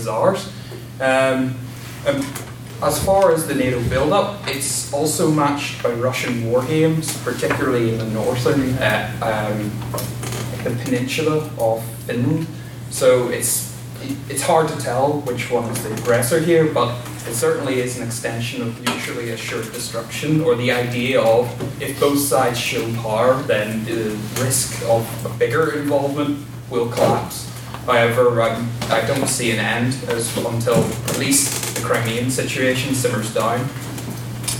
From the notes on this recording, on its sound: The recording of the sixth ordinary meeting of the one hundred and sixty-eighth session of the Queen's University of Belfast Literary and Scientific Society. The House convened to discuss the motion.